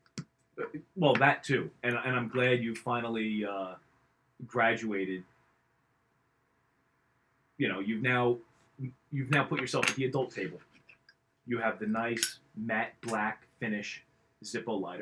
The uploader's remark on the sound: Please forgive the audio quality. The show experienced technical difficulties.